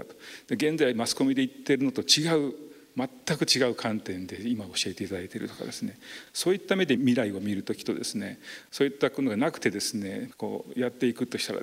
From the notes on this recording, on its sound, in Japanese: 福岡県福岡市にある幸福の科学・福岡正心館で公開録音イベントを行いました。今回は、その公開録音第２部で行った「信仰×経営」の模様をお届けします。